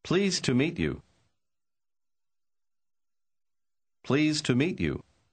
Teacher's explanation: конечный звук «д» в слове «pleased» почти не слышен